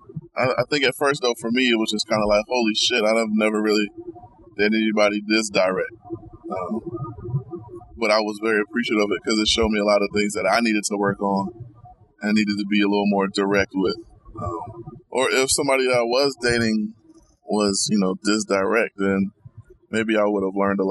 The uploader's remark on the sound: In the car through the rain going back to Atlanta.